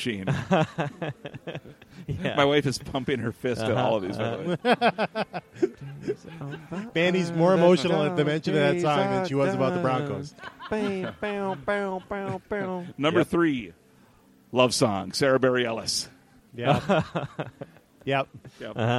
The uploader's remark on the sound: Celebrate the decade checkpoint with a live show at Surly.